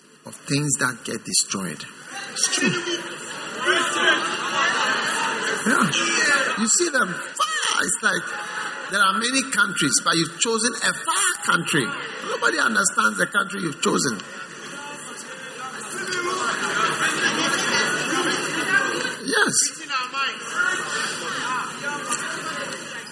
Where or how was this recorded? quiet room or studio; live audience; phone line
live audience